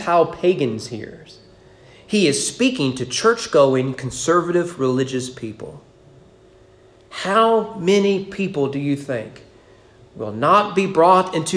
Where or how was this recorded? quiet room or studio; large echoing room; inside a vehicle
large echoing room